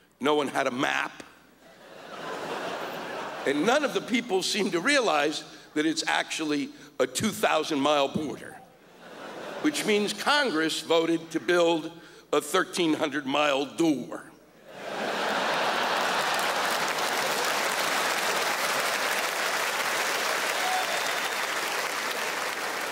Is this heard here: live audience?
yes